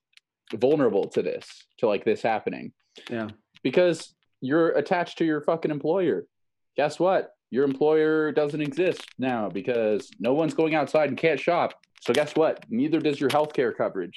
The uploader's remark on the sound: Test out the new Zoom call podcast format to prepare for true social distancing and quarantine.